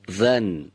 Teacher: هنگام تولید حرف ذال، هوای سازنده این حرف از محل برخورد سر زبان و سر دندانهای پیشین بالا به طور سایشی خارج میشه و تارهای صوتی رو هم به ارتعاش در میاره